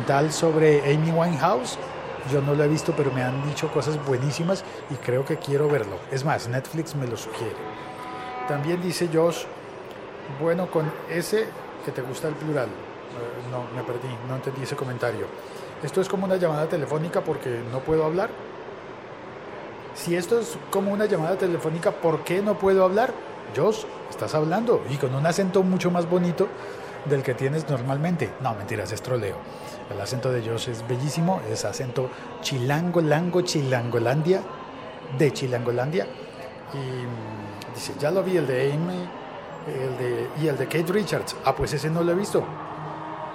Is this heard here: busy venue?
yes